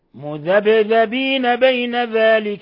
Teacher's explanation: لاحظوا قلقلة الباء لأنها من حروف قطب جد